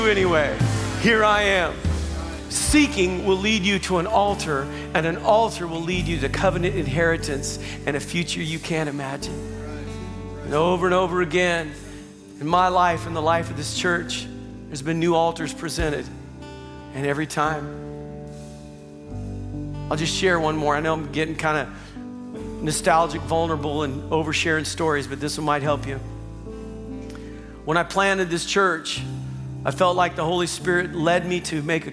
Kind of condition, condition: setting, large echoing room